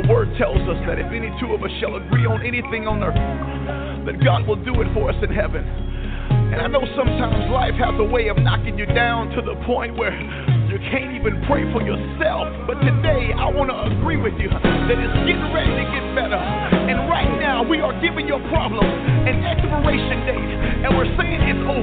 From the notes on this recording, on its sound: Conference Call